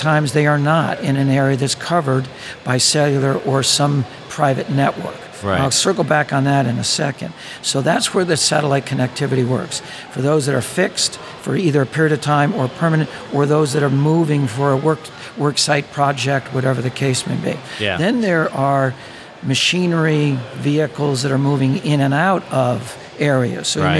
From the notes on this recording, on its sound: on location at the Oil & Gas IoT conference